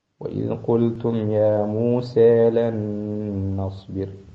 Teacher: هذه السين ممالة ومدها طبيعي، موسى لا نزيده على الطبيعي.